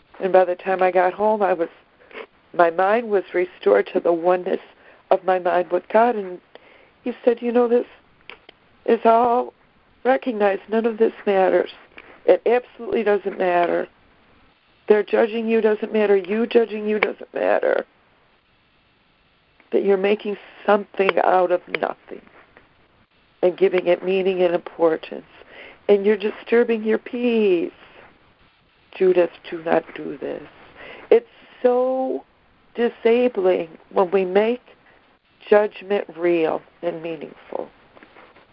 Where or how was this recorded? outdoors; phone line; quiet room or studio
phone line